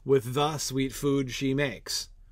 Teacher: the meter wants there to be a stressed syllable on the word the. And the tongue rebels against stressing the word the.